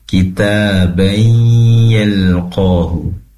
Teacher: Kemudian wa nukhriju lahu yawmal qiyamati kitabai yalqah, kitabai di situ ada tanwin bertemu dengan ya, pastikan didengungkan serta dimasukkan idgham bigunnah, masuk seraya mendengung ya